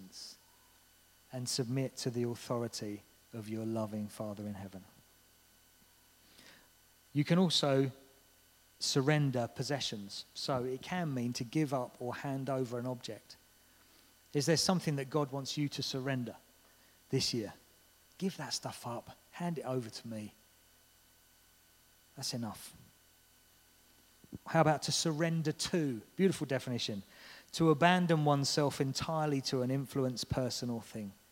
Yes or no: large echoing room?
yes